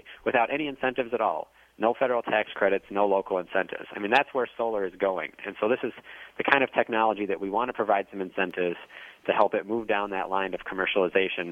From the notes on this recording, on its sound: joined us by phone